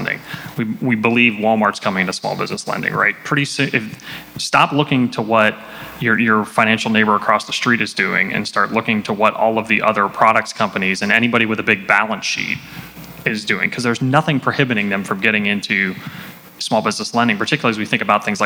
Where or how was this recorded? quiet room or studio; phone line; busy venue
busy venue